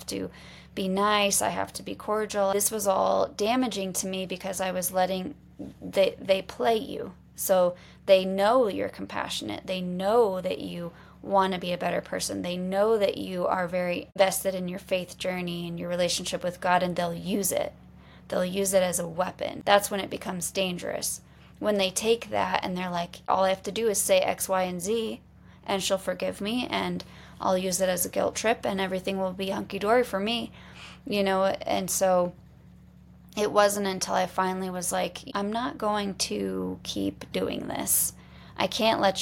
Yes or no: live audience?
no